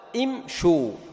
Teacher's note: فبعد هذه بعد هذا الإعلال صارت الشين مضمومة، والواو لا يناسبها إلا ضمة قبلها، فتنطق هكذا إمشو